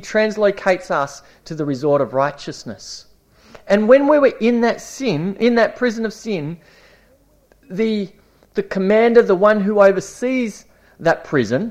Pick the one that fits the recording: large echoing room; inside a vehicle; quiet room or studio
large echoing room